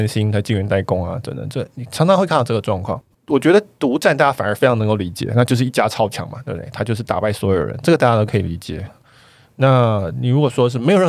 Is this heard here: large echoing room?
no